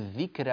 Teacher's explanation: الذكرى الراء مفتوحة قبلها ساكن هو كاف، قبلها مكسور أو قبله مكسور هو الذال المكسورة، فهل الذال كسرة الذال تؤثر في الراء بالترقيق